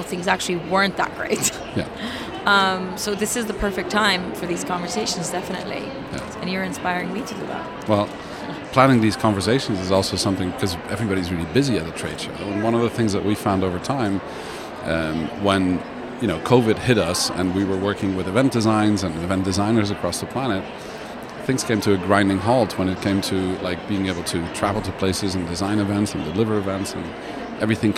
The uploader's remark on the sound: Live from #IMEXAmerica